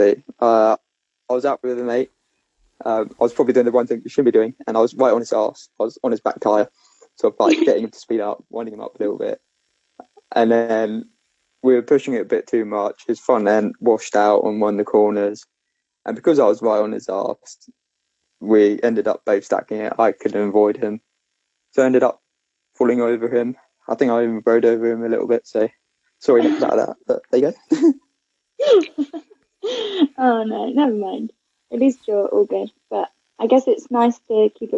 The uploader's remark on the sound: Please bare with the technical issues, our first guest episode in the middle of a national lockdown!